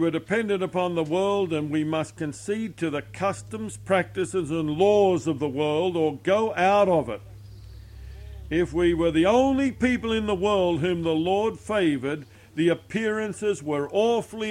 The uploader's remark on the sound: recorded at the Gazeley Bible Fellowship meeting, England